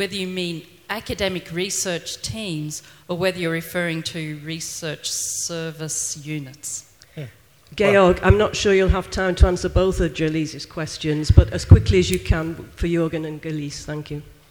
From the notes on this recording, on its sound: keynote speaker at SRHE Annual Research Conference 2012